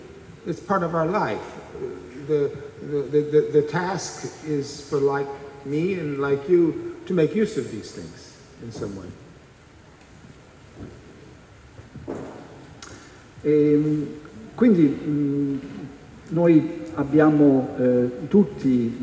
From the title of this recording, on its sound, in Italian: al Festivaletteratura 2015